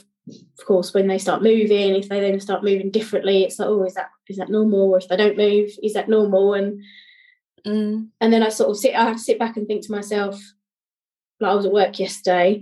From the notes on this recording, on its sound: This episode was pre-recorded on zoom.